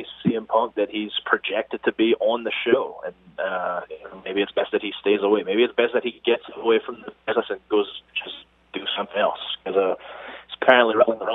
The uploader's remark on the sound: We then go to the phones